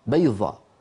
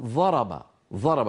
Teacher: يجعلون الضاد في كلامهم اليومي ظاء